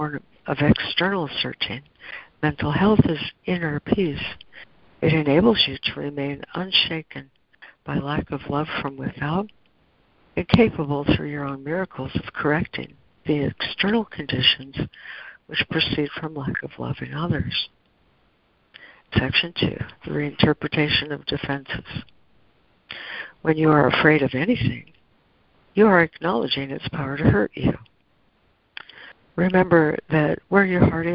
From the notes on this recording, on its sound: ACIM Daily Conference Call